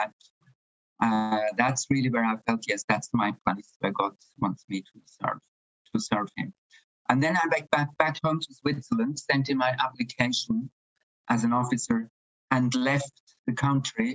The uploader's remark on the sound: Apologies for the audio quality in this one, we had a poor internet connection